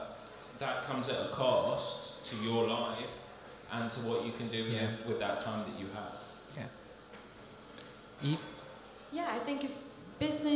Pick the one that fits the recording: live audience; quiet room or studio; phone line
live audience